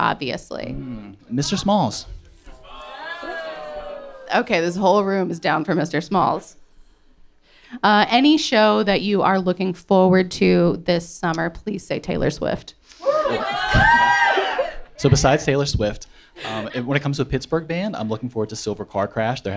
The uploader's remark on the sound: This week you’re joining us live from the Bottlerocket Social Hall in Allentown where we’re celebrating the best of summer music with the Pittsburgh Independent.